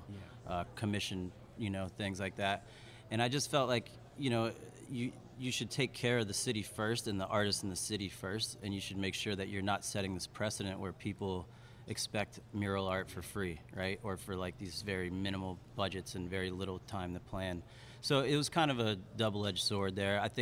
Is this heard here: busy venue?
yes